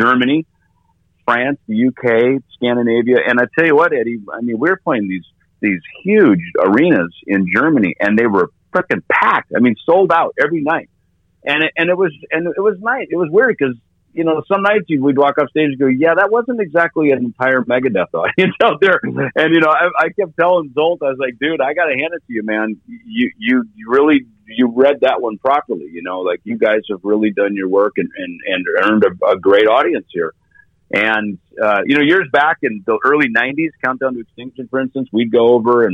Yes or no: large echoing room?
no